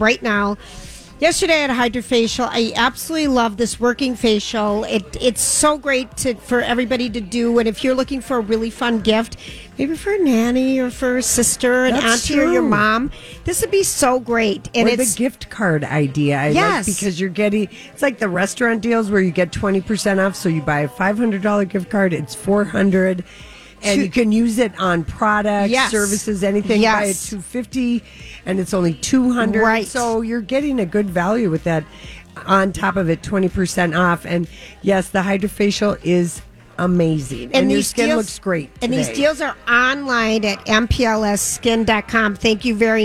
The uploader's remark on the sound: live from Creative Hair Design